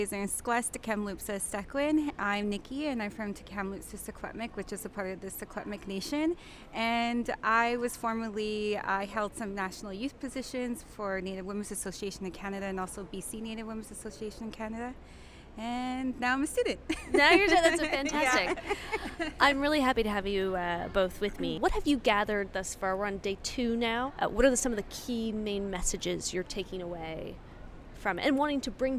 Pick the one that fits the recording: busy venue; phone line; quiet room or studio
busy venue